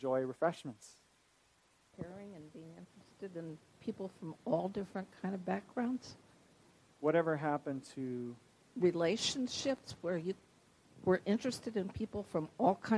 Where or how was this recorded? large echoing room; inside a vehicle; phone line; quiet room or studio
large echoing room